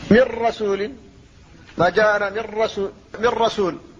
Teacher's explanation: فالنون هنا لم تبقى ولم تبقى غنتها · Term: إدغاما خالصا